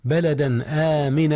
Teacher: جاء الإظهار هنا يا أستاذنا قبل الهمزة وهي من أحرف الحلق. هذا بلدا، هكذا التنوين أظهر قبل الهمزة